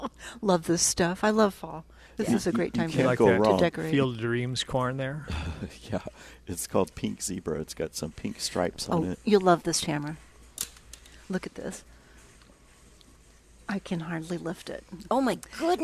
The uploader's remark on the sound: Plant Experts Live at Prairie Gardens.